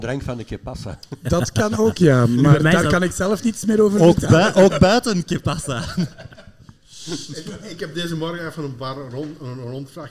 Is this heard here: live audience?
yes